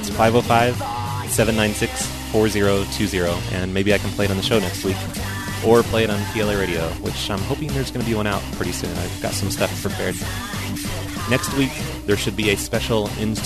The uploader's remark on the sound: Prank Phone Calls